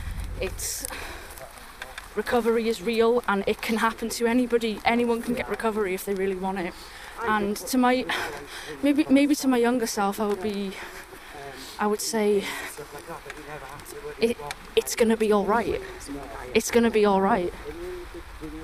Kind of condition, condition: setting, outdoors